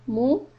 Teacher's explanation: The meem dhamma will be rounded, mu.